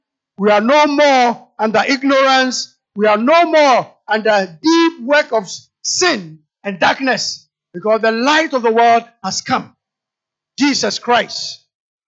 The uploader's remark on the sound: Sermon preached at CBC Adabraka Campus